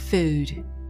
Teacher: F、F は息の音です。声帯振動なしです。